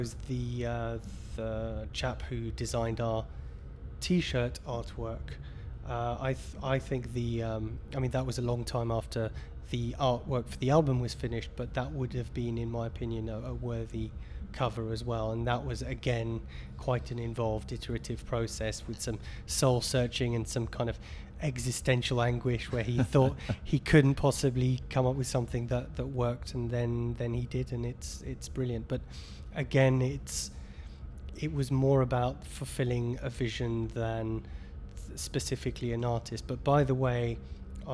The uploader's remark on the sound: at Monolith Festival 2019, Cyprus Avenue Cork